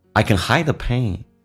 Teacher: hide 的 D 去掉，这叫略音，后面是一辅音开头